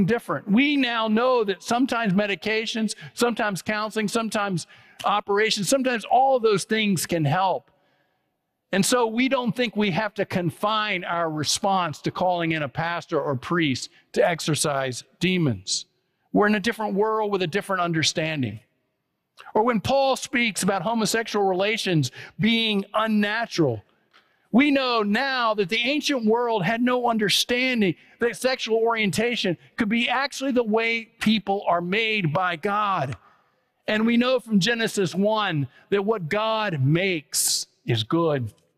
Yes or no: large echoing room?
yes